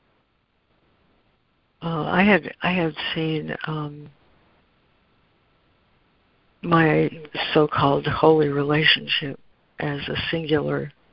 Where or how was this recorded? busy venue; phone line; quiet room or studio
phone line